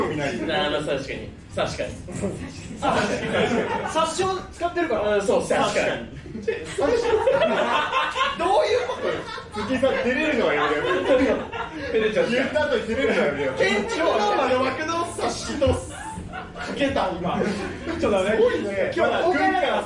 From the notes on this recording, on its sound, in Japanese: 部室 公開収録。素材そのまま、当日のリアル感をお楽しみください。